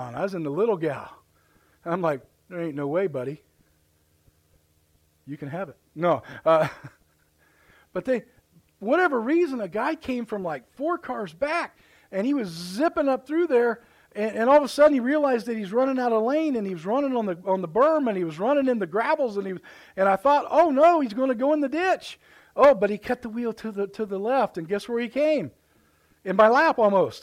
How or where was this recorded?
large echoing room